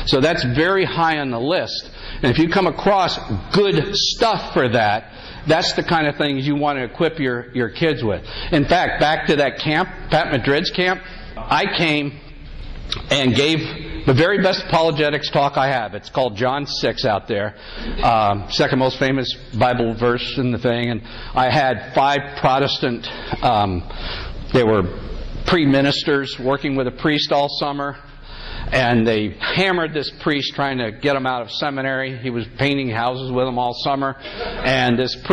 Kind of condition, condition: setting, live audience